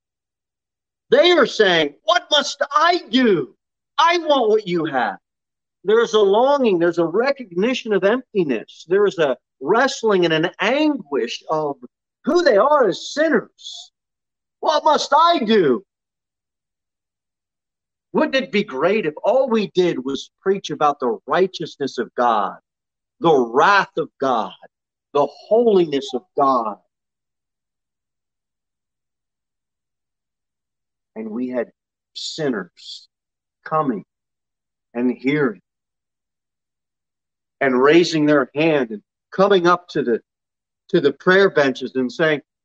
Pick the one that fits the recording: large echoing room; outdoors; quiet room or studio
large echoing room